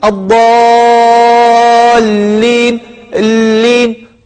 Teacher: ثم بعد ذلك تركز على شدة اللام فتقول الضالين، اللين، فهذه اللام هي لام مشددة، فتركز عليها لأنها عبارة عن حرفين